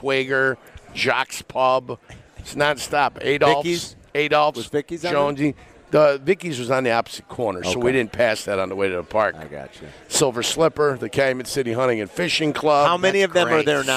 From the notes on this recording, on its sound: live from Legends!